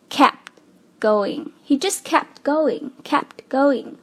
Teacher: Kept 结尾是这个辅音 t。然后接下来它连接的这个动名词 going 是以这个 g 开头的，对吧？所以我们把前面的这个 t 做略读的处理